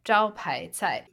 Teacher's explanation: first tone, second tone, fourth tone